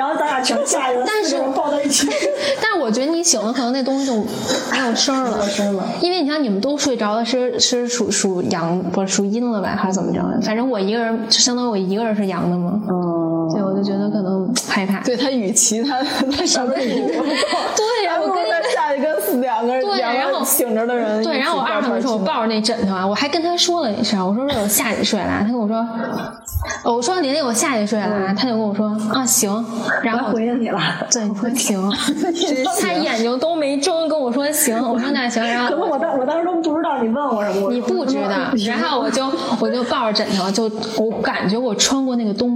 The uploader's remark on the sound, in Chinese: 本次声音录制因设备原因音质受损